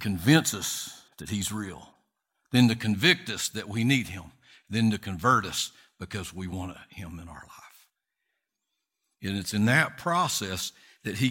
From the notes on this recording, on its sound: Recorded from South Gate Fellowship in Duncanville, TX on Sunday, February 27, 2022.